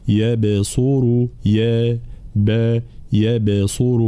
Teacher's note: يا بصور مع قلقلة الباء